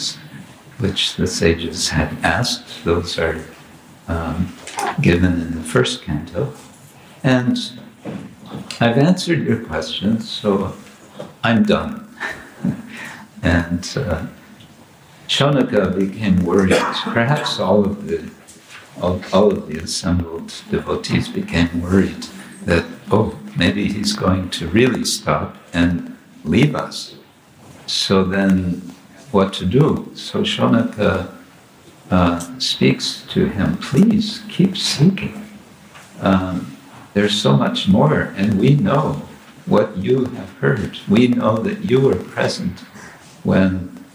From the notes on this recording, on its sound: Morning lecture from Radhadesh (Belgium)